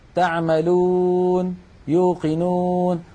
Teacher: أما مثلا تعملون، بعض الإخوة هكذا يقول تعملون، يوقنون، ضم بسيط جدا، هذا الضم ضم ناقص